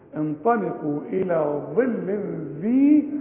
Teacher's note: ظل لازم تطلع طرف اللسان